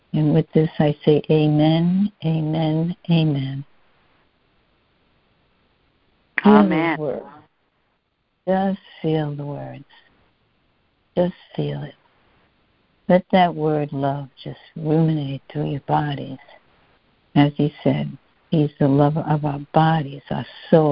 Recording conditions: phone line